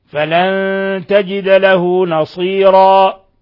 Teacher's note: نون ساكنة جاء بعد التاء إخفاء حقيقي